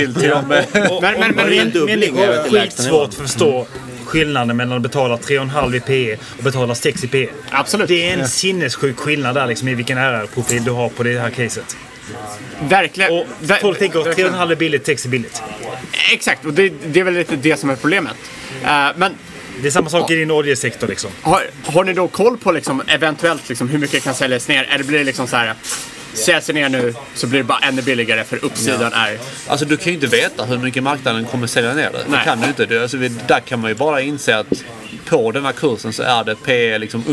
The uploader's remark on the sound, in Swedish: Podden reser till USA och spelar in live på stimmig svensk pub i Chicago.